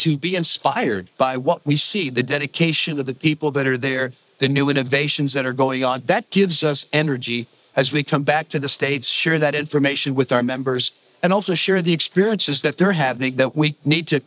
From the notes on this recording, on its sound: This week we bring you our final segment from the UTIP Global Summit held earlier this summer in Barcelona. CEO Roundtable recorded live at the summit.